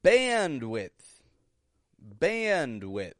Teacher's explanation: stretching out that modified short A